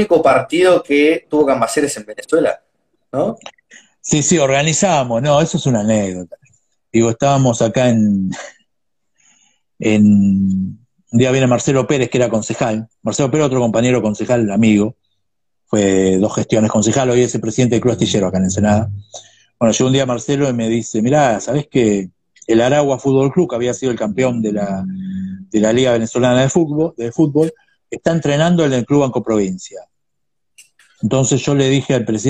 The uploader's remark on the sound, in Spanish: entrevista a fondo a través de Instagram live